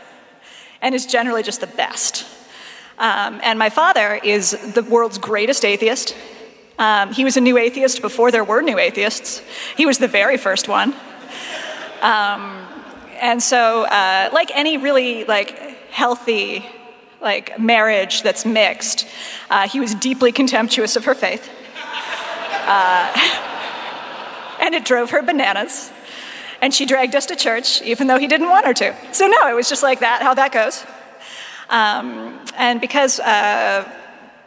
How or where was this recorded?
large echoing room